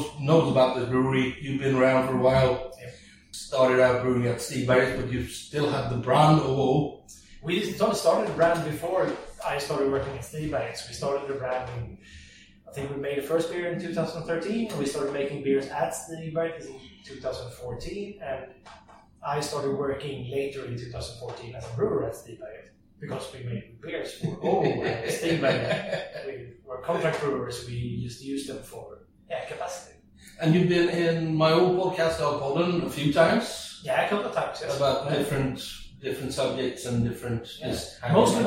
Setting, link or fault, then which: fault, poor sound quality